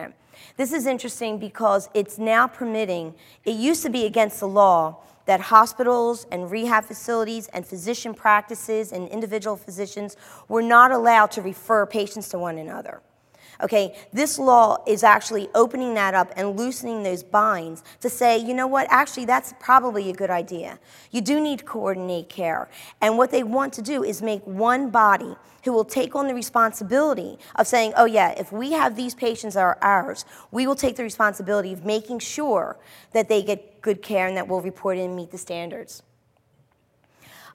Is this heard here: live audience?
yes